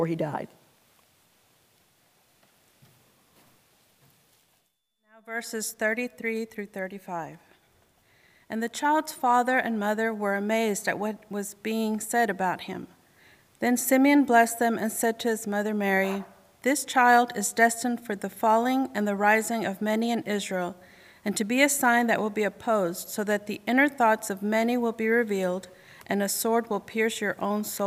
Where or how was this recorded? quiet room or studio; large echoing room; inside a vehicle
large echoing room